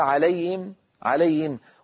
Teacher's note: كذلك الأمر في الكلمة الأخيرة التي ذكرها رحمه الله وهي كلمة عليهم، هذه نسمعها كثيرا من إخواننا المبتدئين لما يقرؤون الفاتحة، يقول بعض الطلاب صراط الذين أنعمت عليهم غير المغضوب عليهم، اسمعوني هكذا عليهم، عليهم، وكأن الياء بعدها همزة مسهلة أو صوت حلقي يعني غير واضح، صوت عائم هكذا، لا يصح هذا أيها الإخوة، لابد من بيان صوت الهاء جليا واضحا هكذا، عليهم من غير تكلف، عليهم.